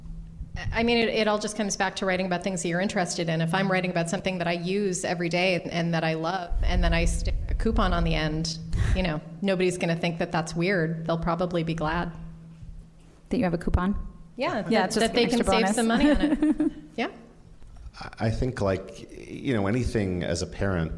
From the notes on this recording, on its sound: Live from Type-A NYC. We recorded an episode in front of a live audience from the Type-A Bootcamp (a mini-conference for bloggers). We also fielded some great questions from the audience about various digital parenting issues.